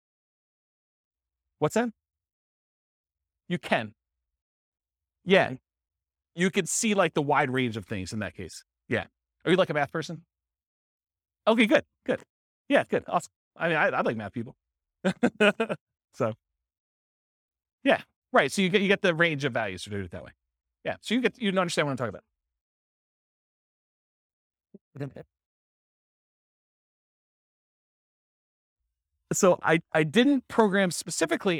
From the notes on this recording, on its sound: This was a live class recorded